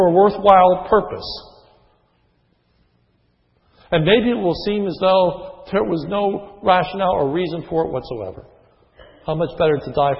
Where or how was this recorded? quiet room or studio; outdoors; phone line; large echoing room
large echoing room